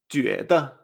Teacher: segundo tono y después el tono neutro